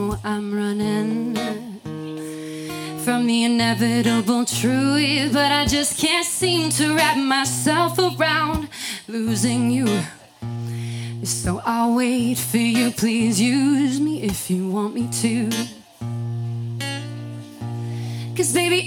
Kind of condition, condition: setting, busy venue